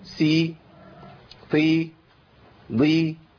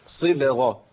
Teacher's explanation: نحقق الإطباق والاستعلاء في حرف الصاد · Shown in: second take